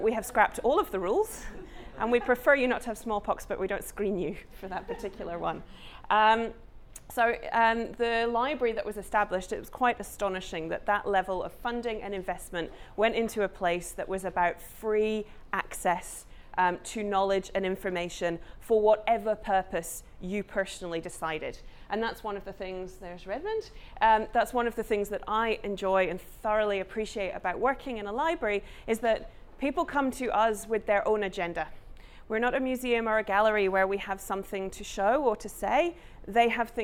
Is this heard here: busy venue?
yes